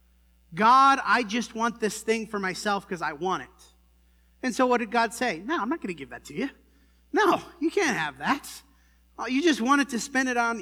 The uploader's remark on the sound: This sermon was preached at the Dewey Church